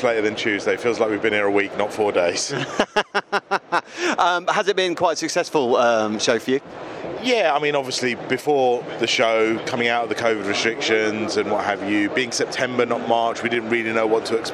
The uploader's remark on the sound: Live at The Photography Show & Video Show. The much anticipated Photography Show and Video Show at the NEC in Birmingham, UK. We had access to chat to some of the exhibitors.